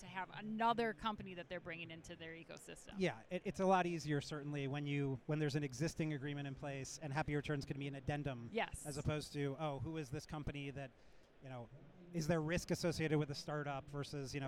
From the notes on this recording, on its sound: We go live from Manifest 2024